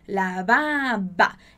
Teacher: É um Bzinho bem mais sutil quando a gente está falando com esse V ali no meio · Term: V com som de B